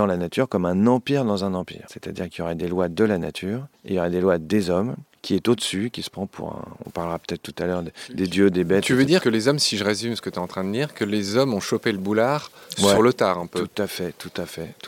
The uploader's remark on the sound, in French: Enregistré dans son petit jardin de Montmorency, la ville où a résidé Jean-Jacques Rousseau.